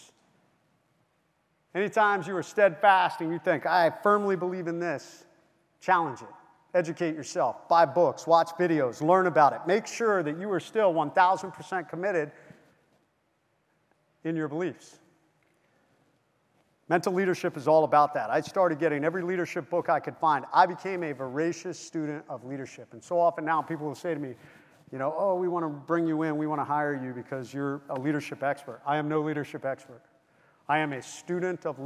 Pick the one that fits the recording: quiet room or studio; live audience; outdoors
live audience